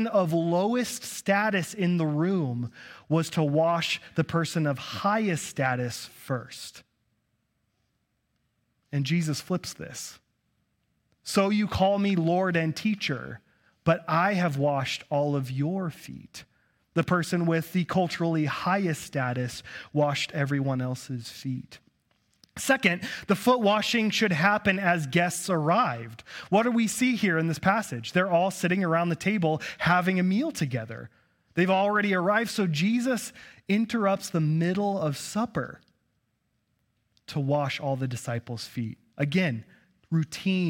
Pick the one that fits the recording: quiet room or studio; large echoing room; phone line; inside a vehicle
large echoing room